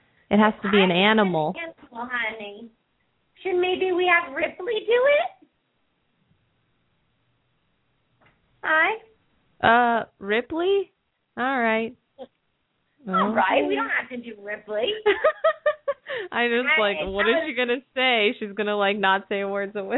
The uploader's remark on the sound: open up the lines for listeners to call